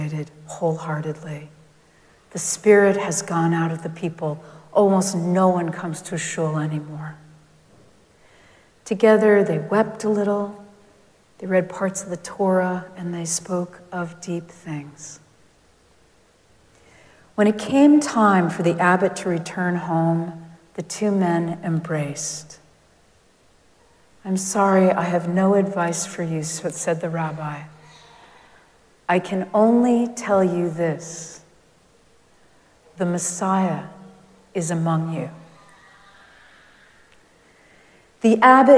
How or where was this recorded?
large echoing room